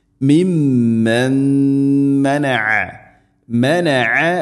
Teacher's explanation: സാക്കിന നൂന് ശേഷം മീമ് ഇത് ഗംബിഖുന്ന നൂനിനെ മീമിലേക്ക് ഇത് ഗാം ചെയ്ത് മണിച്ചുകൊണ്ട് ഉച്ചരിക്കണം